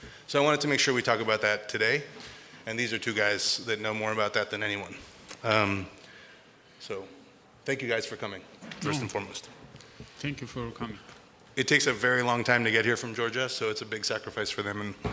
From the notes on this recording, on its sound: This talk was recorded by Heritage Radio Network as a part of RAW Wine NYC 2019's Speakers' Corner